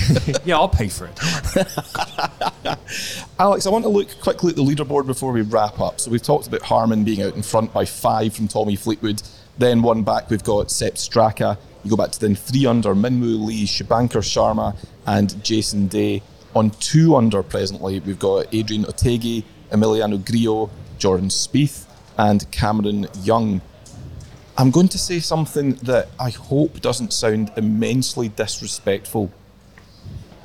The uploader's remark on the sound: The Open Commute - Round 2 recap - LIVE from Royal Liverpool. The 151st Open Championship has reached the halfway stage.